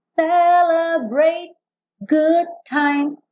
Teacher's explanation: celebrate, não tem o E final, celebrate. O T, na verdade, já quase não aparece.